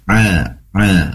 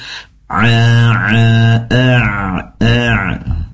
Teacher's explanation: Ain pastikan berasal atau dikeluarkannya dari tenggorokan bagian tengah, karena memang tempat keluarnya huruf Ain dari tenggorokan bagian tengah.